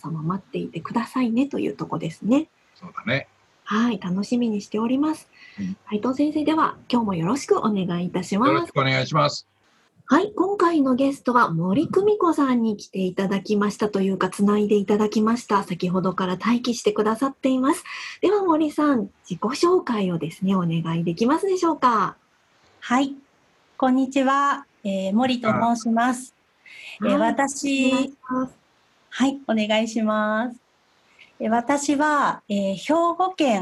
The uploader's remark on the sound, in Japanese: ようは会ラジオは、今回もZoom収録。